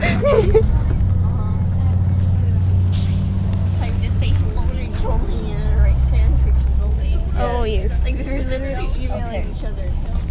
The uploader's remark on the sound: Recorded on a bus